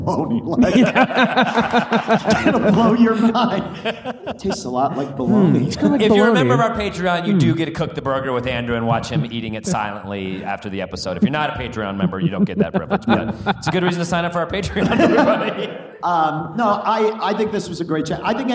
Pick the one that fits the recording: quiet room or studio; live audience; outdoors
live audience